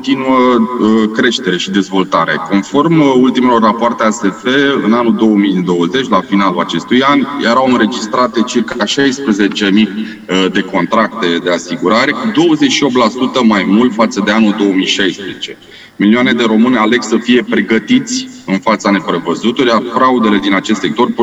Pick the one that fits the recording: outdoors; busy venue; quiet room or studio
busy venue